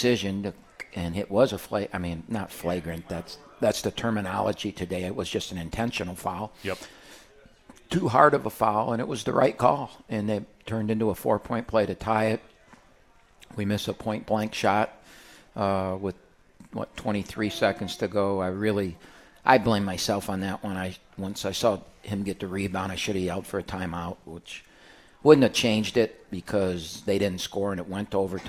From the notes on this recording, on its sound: live from RJs Pub in Rochester Hills